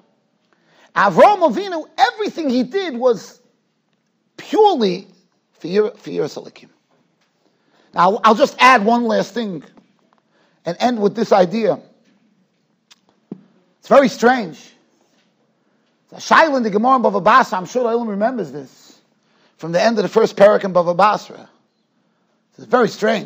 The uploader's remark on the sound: Shiur recorded in Yeshivas Ohr Reuven, Monsey, NY